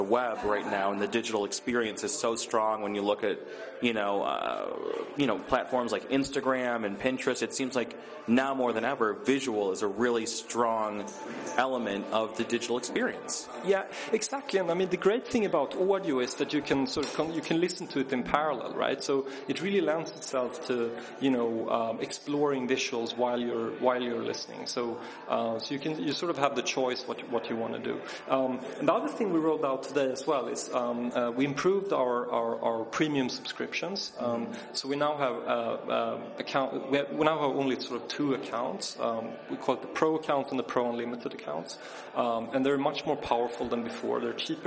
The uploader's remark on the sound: Recorded at the SoundCloud x Tumblr Creator Clubhouse community meet up event at SXSW 2013